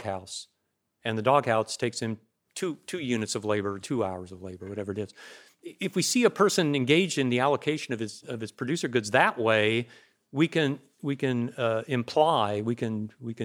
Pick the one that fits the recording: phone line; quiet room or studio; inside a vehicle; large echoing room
large echoing room